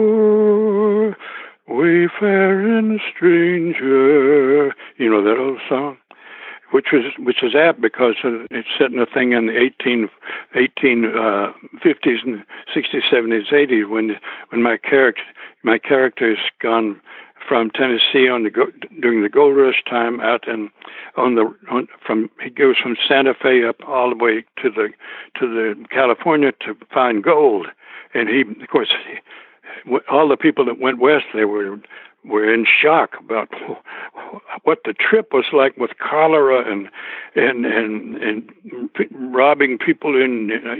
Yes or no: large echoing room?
no